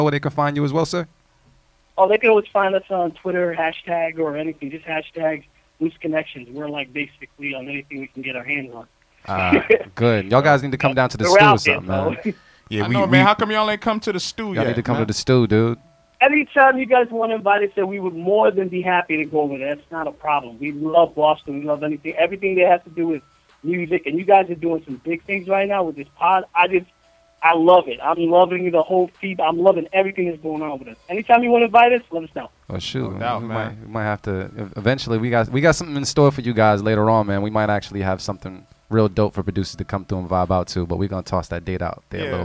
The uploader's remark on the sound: take to the phone lines